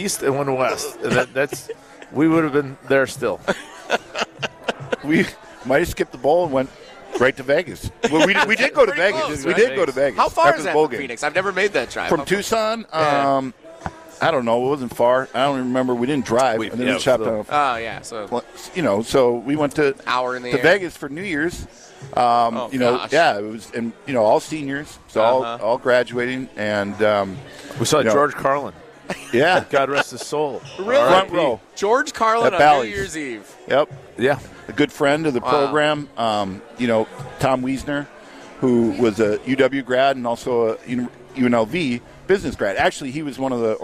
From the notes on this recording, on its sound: live from the Great Dane